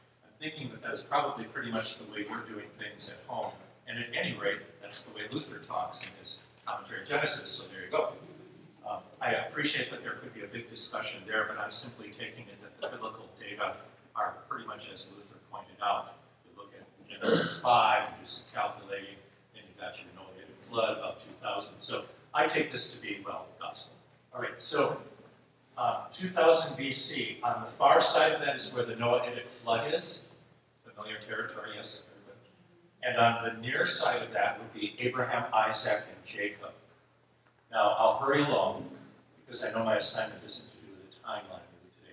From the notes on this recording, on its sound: This episode is a recording of Plenary Session I from Wittenberg Academy's Family Retreat.